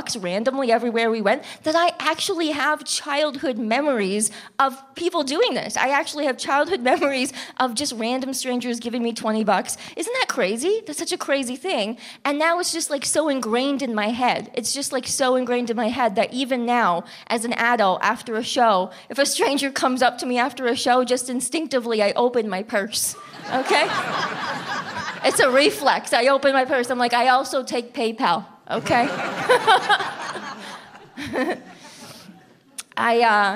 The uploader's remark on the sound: From a live show in Saint John, New Brunswick.